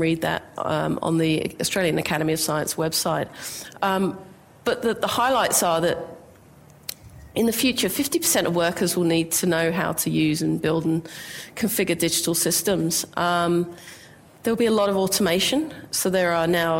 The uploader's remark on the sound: IFE Grand Challenge Lecture recorded at QUT.